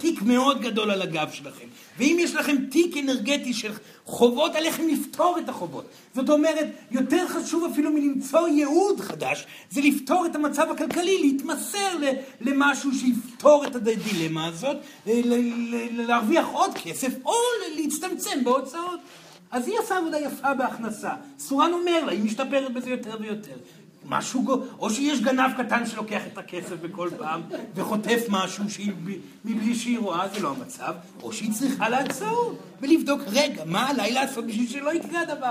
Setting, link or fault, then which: setting, live audience